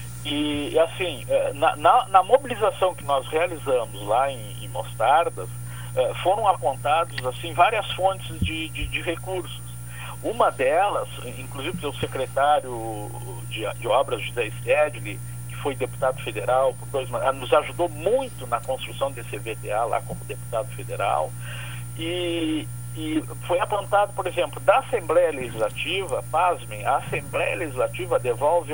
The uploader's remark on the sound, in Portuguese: No estúdio. Por telefone.